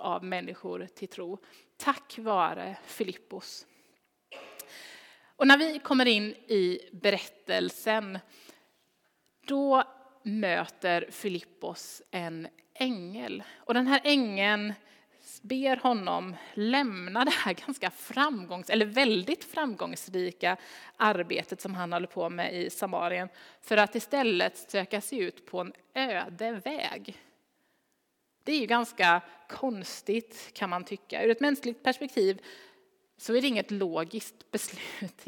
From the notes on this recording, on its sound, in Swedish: Inspelning från Immanuelskyrkan Skövde.